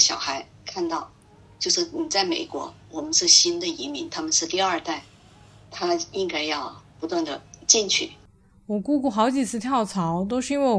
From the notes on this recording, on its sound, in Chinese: 因为分两次对话，录音质量有差别且有损耗